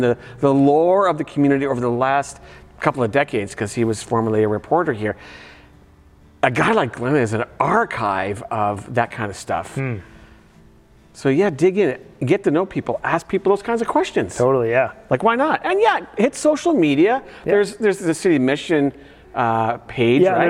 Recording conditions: large echoing room